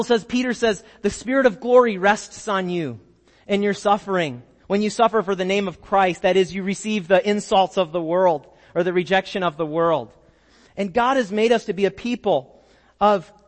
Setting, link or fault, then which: setting, large echoing room